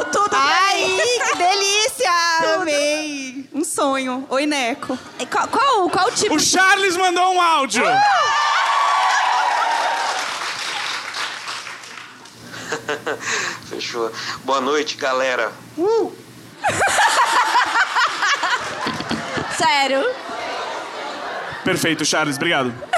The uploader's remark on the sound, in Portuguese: Imagina ao vivo em BH.